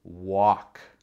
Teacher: il y a un L là qui ne se prononce pas. L'orthographe, c'est W-A-L-K.